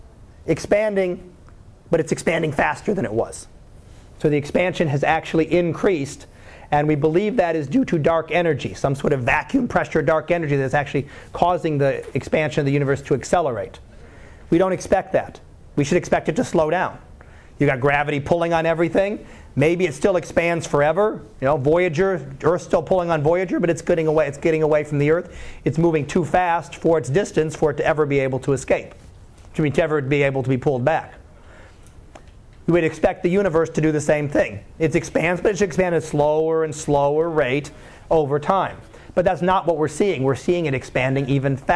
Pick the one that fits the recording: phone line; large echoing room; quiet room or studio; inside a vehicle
large echoing room